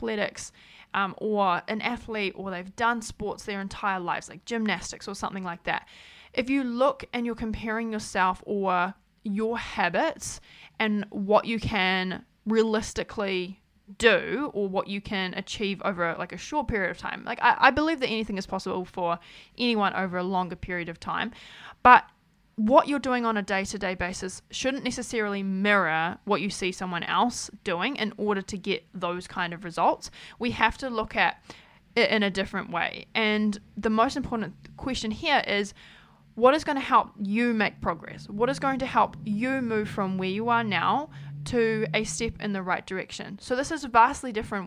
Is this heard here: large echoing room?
no